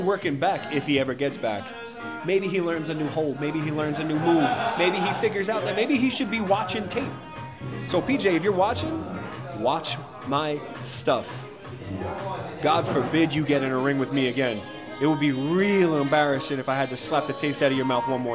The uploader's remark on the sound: live from el bochitos